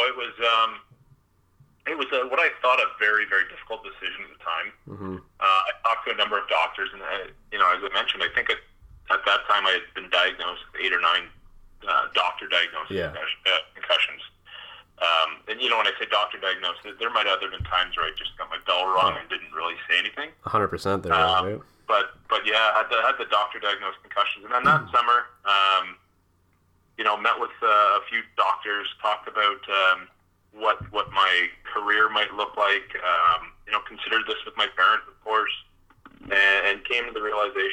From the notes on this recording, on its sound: on the phone (04:43)